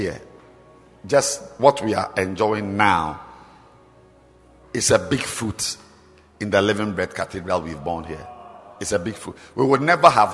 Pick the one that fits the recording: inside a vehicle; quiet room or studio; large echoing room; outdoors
large echoing room